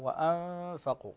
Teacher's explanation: إخفاء النون في الفاء